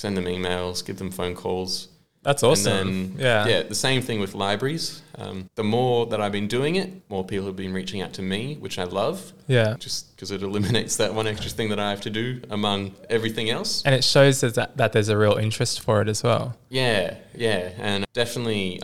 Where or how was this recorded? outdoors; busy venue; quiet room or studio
busy venue